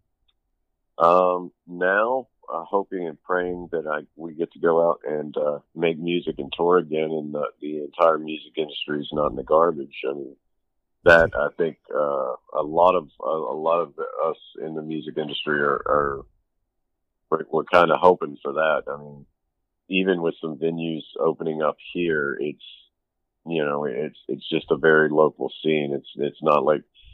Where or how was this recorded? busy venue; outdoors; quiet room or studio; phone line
phone line